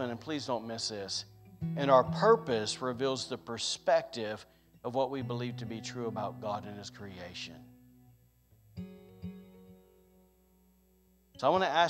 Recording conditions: large echoing room